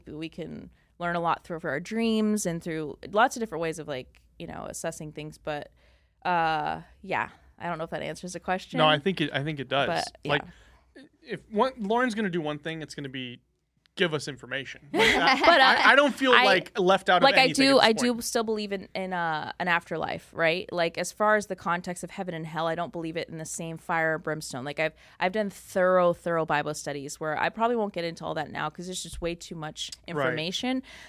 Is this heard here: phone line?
no